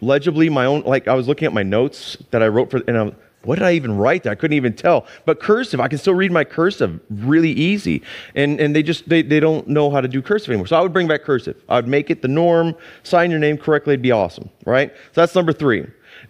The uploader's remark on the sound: Sunday church service livestream